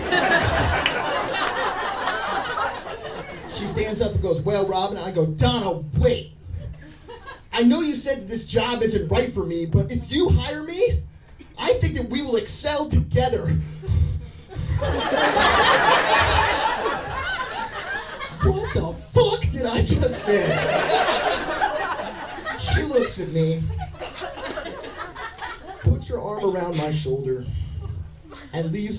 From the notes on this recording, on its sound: Told live on stage.